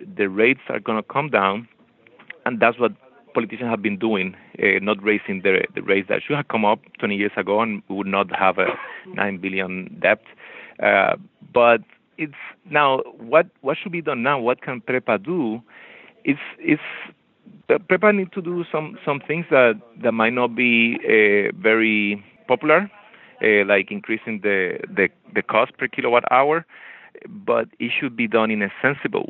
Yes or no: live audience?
no